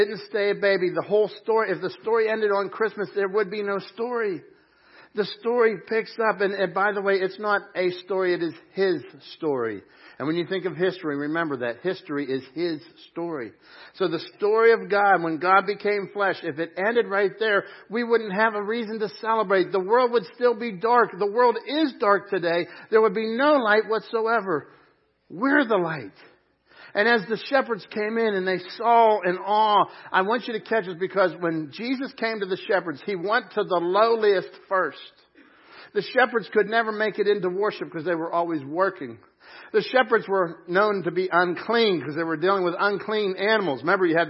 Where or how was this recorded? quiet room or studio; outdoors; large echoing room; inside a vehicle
large echoing room